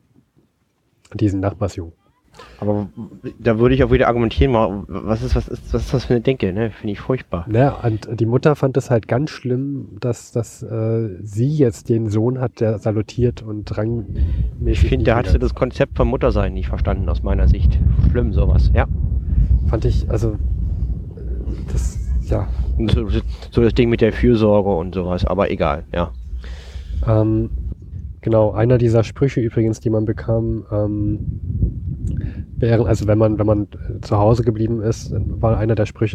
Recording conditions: wind noise